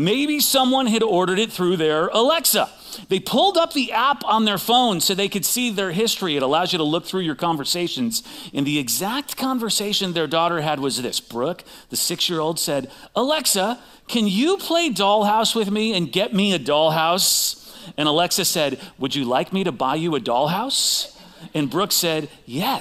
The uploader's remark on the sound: Recorded live at CrossWinds Church on Dec 10th, 2023.